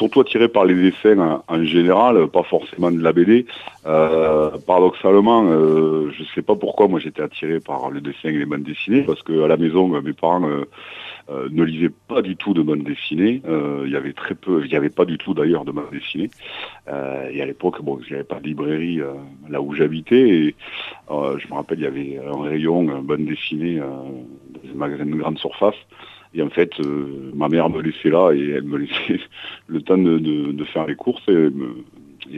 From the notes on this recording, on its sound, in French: Reçoit par téléphone le dessinateur.